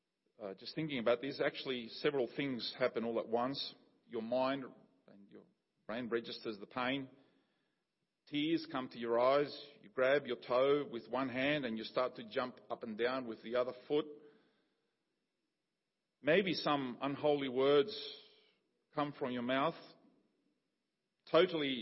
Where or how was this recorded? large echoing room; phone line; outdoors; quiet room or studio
large echoing room